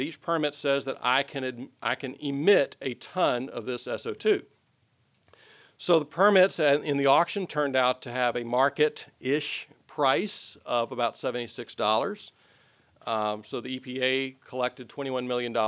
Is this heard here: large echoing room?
yes